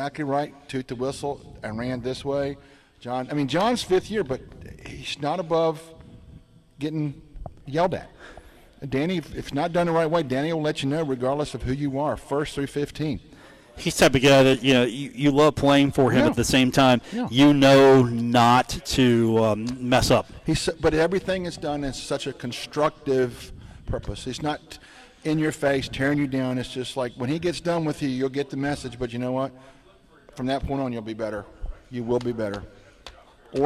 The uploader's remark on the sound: broadcast on location from the Union Pub and Grill in Huntington